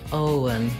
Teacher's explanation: Make sure you hold the O nice and long. And then the letters E-N say the schwa sound, and the N, un.